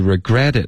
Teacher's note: 注意 regretit，重音是 gret，不是 re